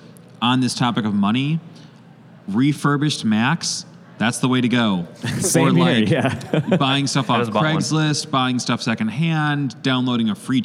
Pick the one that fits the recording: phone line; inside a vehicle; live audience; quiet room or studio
live audience